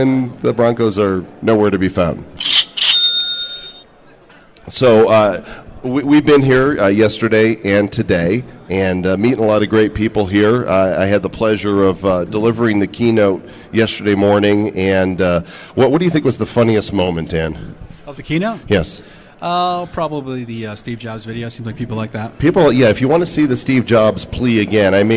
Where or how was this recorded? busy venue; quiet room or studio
busy venue